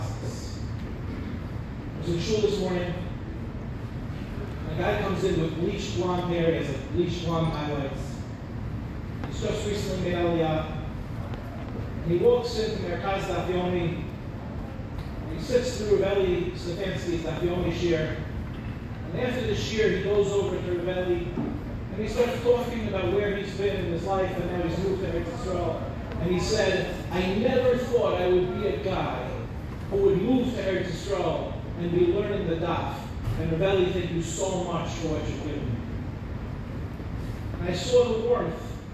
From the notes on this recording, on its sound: delivered at the grand banquet of Mevaseret